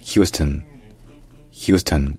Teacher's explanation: Et enfin, le stone en fait se dit stone, c'est-à-dire que le O devient un schwa, une voyelle neutre, qui en fait est à peine prononcée, parce que l'accent tonique est sur la première syllabe